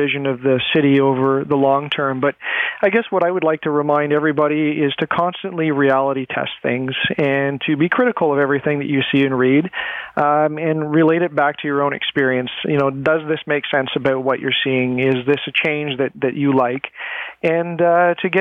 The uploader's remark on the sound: the best callers of the week